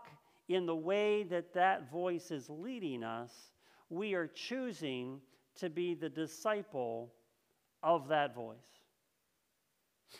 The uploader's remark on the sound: This message was first preached on October 3rd 2021 at Linglestown Life Church in Harrisburg PA.